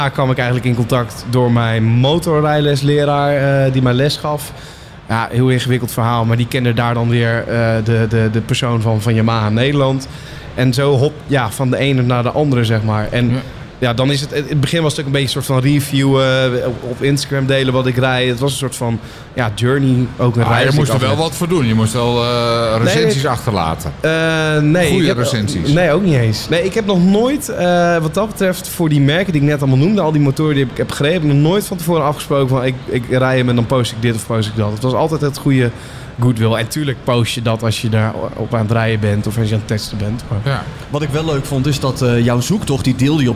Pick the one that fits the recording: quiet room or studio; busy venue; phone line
busy venue